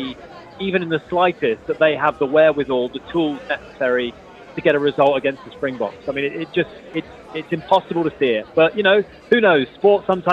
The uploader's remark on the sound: THE AGENDA LIVE AT GITEX GLOBAL. We broadcast live from the largest tech and start-up show in the world.